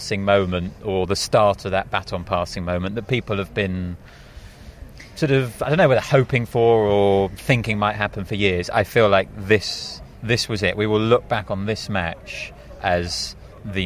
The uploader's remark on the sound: Live from Wimbledon Day 14.